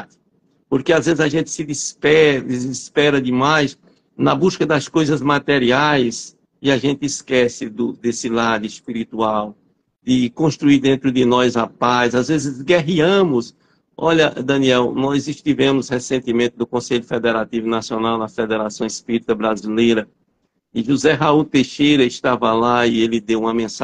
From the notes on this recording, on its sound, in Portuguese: Live realizada através do Instagram